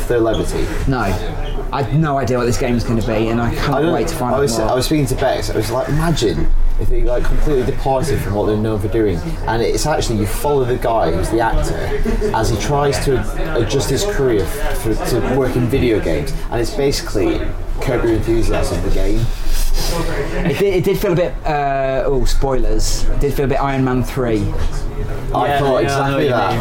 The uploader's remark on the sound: Headed down to London's finest video game hangout, the Loading bar in Soho for a special live podcast. It's a little bit noisy, but you can make out most of what we're rambling on about.